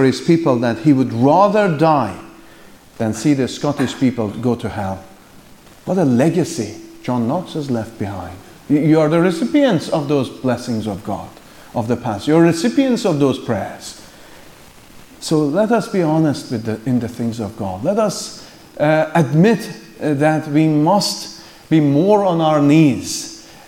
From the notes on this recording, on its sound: The afternoon session from the Free Southern Presbytery's 2nd Family Conference.